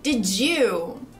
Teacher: Quando a gente fala did you com velocidade, o Y quase que dá um som de J.